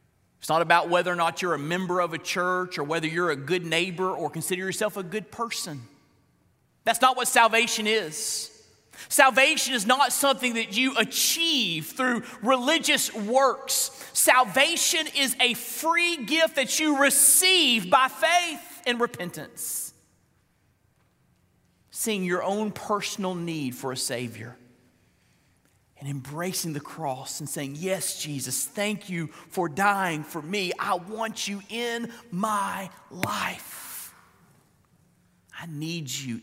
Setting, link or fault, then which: setting, large echoing room